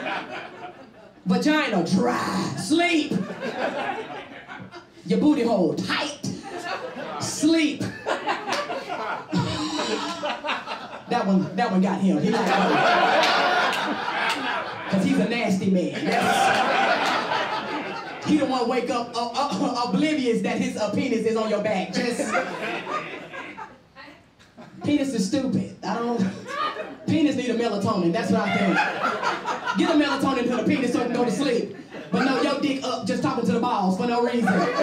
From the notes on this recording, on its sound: Showed the ATL Live studio audience why she won.